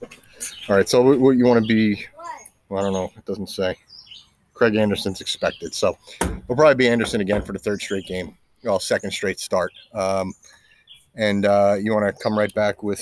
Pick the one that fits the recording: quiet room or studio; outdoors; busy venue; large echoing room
outdoors